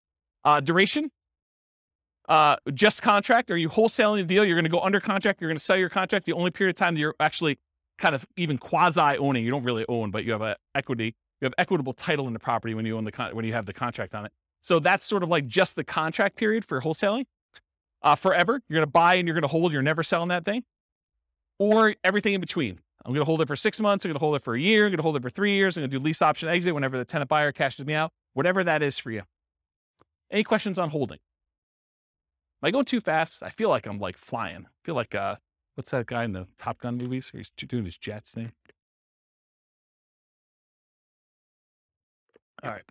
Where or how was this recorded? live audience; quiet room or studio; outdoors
live audience